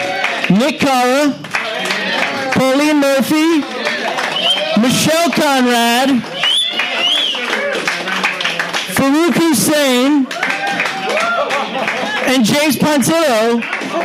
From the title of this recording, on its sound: Live Show